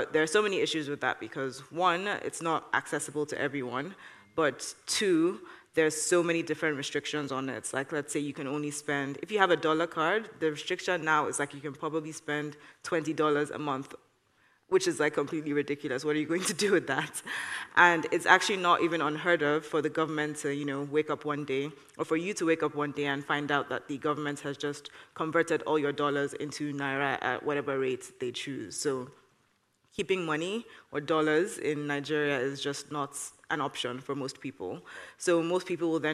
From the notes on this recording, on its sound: In this episode, recorded at the 2022 Oslo Freedom Forum.